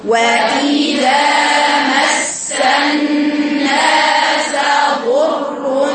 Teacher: فتح الذال باعتدال لأنه حرف مستفل من الحروف المستفلة، ينتج عنه ترقيق الحرف، ولكن ترقيق الحرف باعتدال.